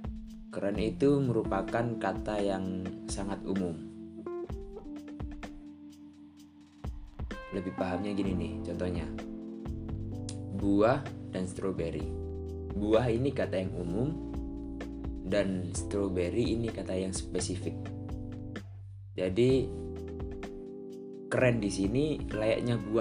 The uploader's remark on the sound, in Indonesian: Maaf, apabila kurang jelas dan banyak suara yang bocor.